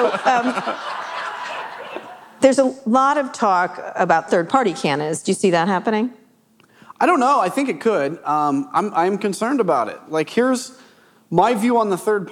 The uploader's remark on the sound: This conversation was taped live at the Texas Tribune Festival on September 22, 2023.